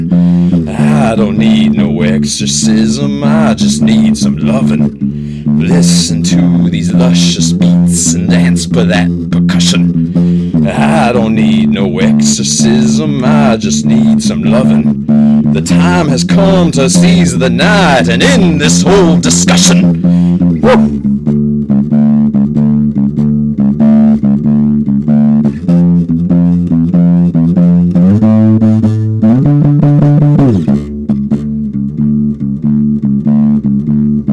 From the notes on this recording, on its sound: Recorded live using Quicktime. Yeti Blue microphone - Vox bass amp - Dean bass guitar.